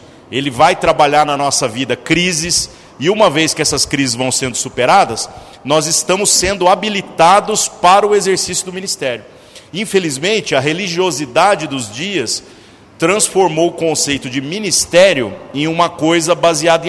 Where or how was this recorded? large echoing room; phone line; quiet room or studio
large echoing room